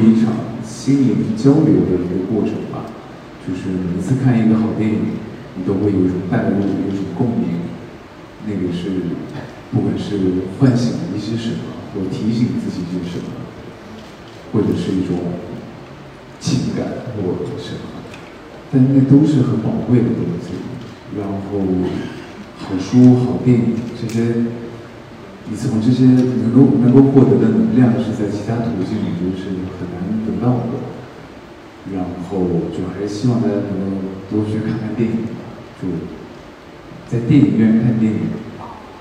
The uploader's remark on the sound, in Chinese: 这也是我们作为受邀媒体带回来的现场的声音